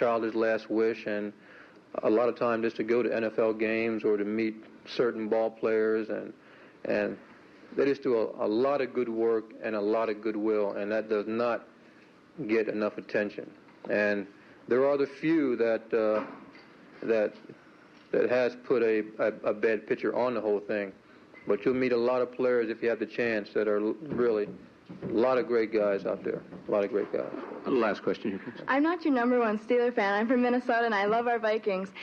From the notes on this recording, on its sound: recorded during the Academy of Achievement's 1984 Summit in Minneapolis, Minnesota